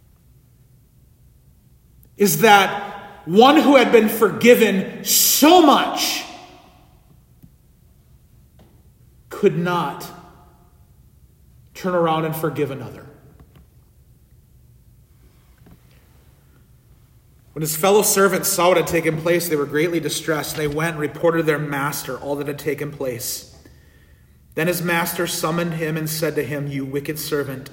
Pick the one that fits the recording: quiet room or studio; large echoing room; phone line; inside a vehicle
large echoing room